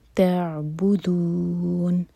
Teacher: عین ساکن پر تھوڑا ٹائم دیں گے تاکہ جھٹکا نہ ہو